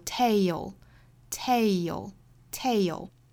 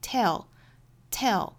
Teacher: 它包含的是一个双元音，所以我们在发的时候一定要有一个元音的滑动 · Shown in: first take